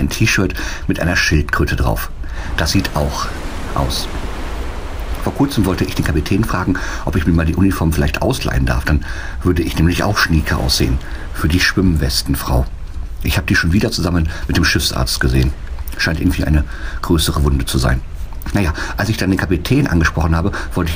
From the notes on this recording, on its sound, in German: Mit der AIDAluna von Kiel nach New York. Meldet sich jeden Tag live vom Schiff.